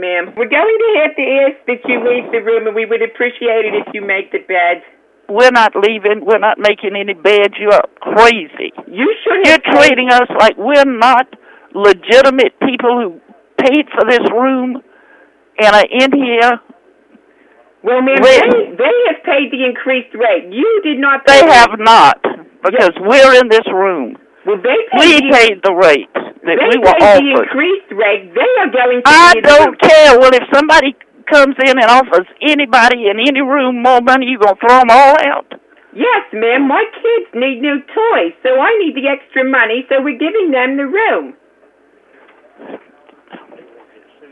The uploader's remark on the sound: Personal Prank Phone Calls Collection